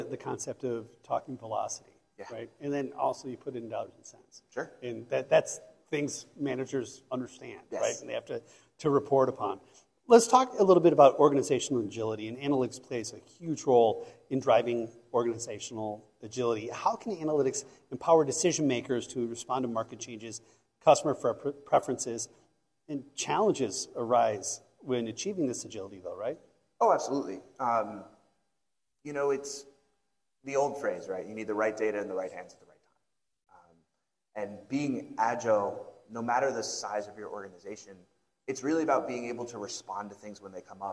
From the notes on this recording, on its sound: joined on stage for a fireside discussion